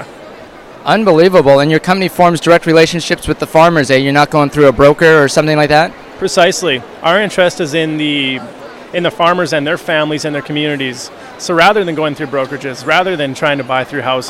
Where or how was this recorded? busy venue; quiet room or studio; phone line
busy venue